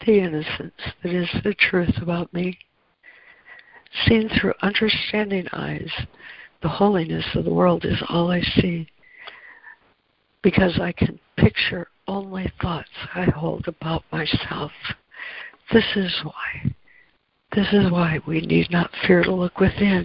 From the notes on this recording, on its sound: ACIM Daily Conference Call